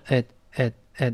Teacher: 这个介词本来读 at，但这些介词呢会弱化成 at, at,at，一带而过